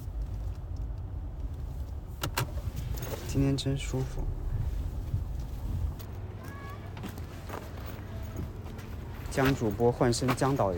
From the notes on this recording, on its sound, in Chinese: 本期主要是一次惊蛰的扬州散步。音频里有几段自然的声音。